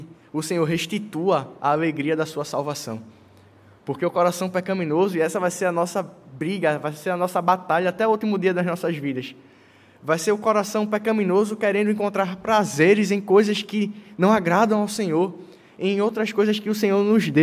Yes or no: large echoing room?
yes